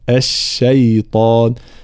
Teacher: كلمة الشيطان طبعا واضح لابد من ترقيق الشين والياء وتفخيم الطاء، فلا نقول الشيطان، لا، الشيطان هكذا.